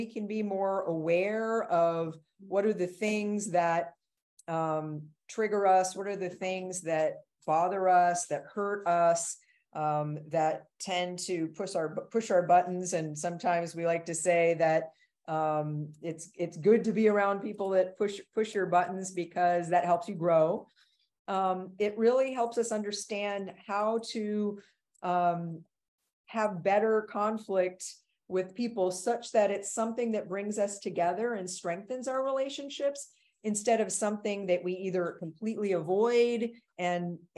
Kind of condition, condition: link, video call